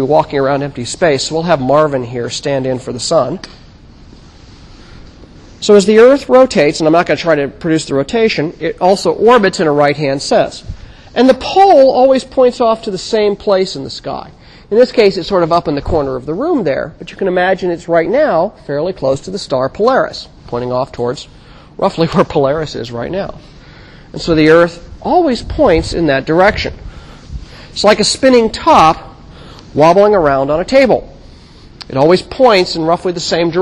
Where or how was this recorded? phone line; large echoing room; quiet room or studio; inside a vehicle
large echoing room